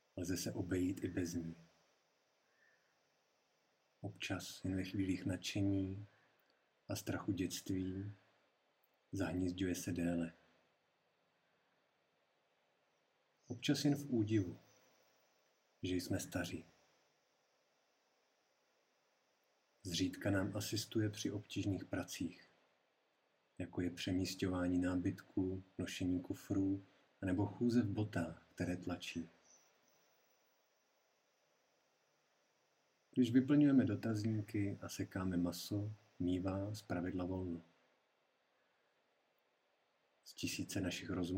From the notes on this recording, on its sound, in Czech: Nahrávka tentokrát vznikala za trochu improvizovaných podmínek.